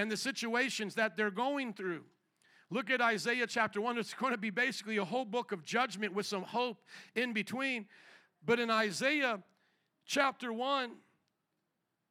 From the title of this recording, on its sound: Second Service // Easter Sunday 2023 - Audio